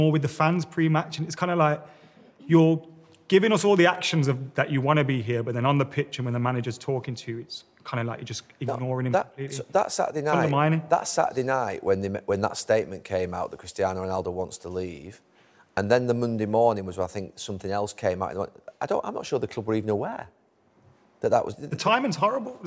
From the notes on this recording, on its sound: The Overlap Live Fan Debate. We’re back with the Fan Debate ahead of the brand new Premier League season.